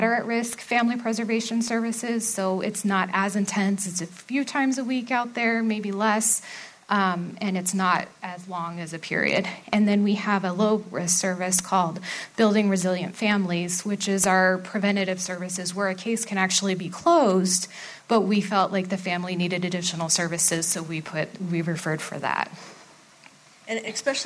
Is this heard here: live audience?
yes